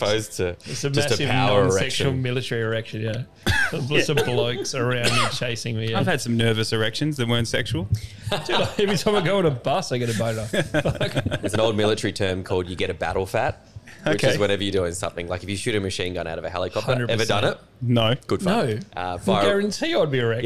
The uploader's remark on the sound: This is a fun podcast, so good to have all the original boys back together, on location at RoyAl’s burger in Wembley, Perth.